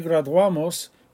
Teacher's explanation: But in the we form, when we say graduamos, we say wa. We're not saying ua, it's wa. That's why there's no accent mark.